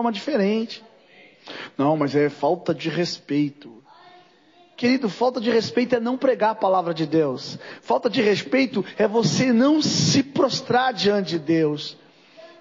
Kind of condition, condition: setting, large echoing room